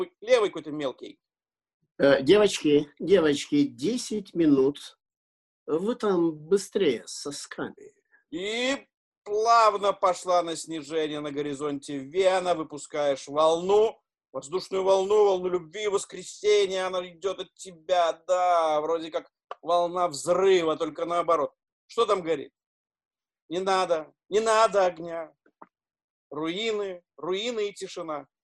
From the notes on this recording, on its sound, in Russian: Читка состоялась в формате zoomconference 4 и 6 мая 2020 года. Запись онлайн читки пьесы литовского драматурга … "Спящие". Читка состоялась в формате zoomconference 4 и 6 мая 2020 года.